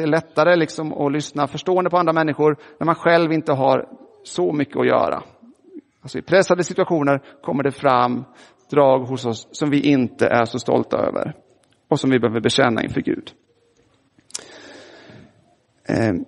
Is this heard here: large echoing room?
yes